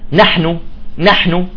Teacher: إذا جاءت متحركة هي تكون غنة أنقص ما تكون الغنة، مثلا نحن، نحن، هنا في غنة ولكن خفيفة جدا نا، لأن النون من حروف الغنة.